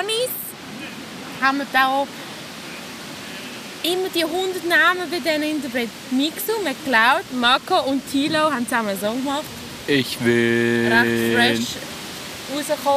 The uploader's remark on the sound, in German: Haben live im Schanzenpark gelabert. Es ist sehr windig und sobald man sich an das Rauschen im Hintergrund gewöhnt hat, ist die Folge auch schon wieder vorbei.